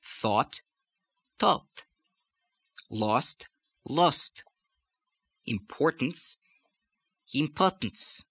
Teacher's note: the aw changes to a. So instead of pause, you have pus, pus.